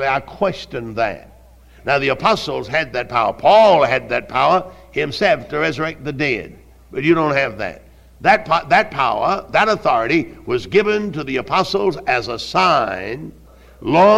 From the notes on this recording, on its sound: Originally preached at Tabernacle Baptist Church in Greenville, SC on January 28, 1972.